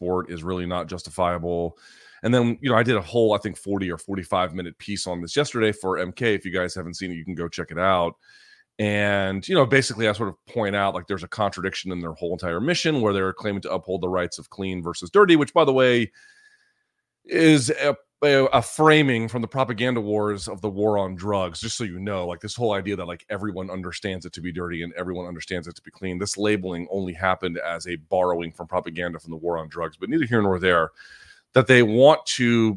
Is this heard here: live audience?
no